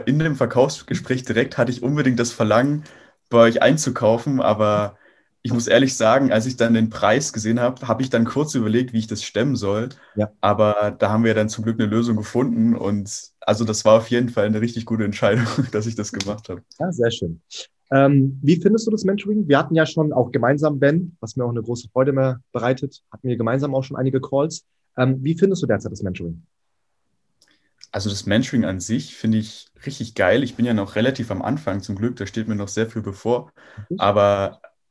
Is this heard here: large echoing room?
no